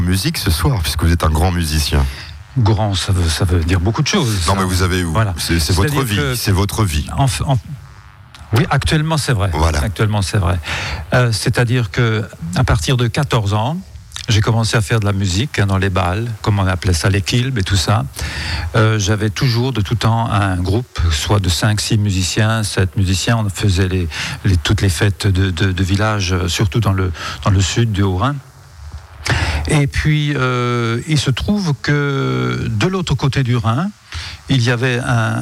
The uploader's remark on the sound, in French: Emission en direct depuis la salle de la Laub à Munster, dans le cadre de la fête de la musique.